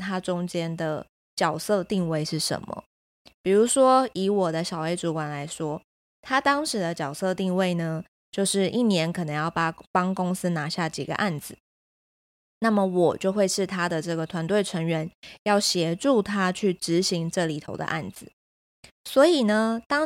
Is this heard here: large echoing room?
no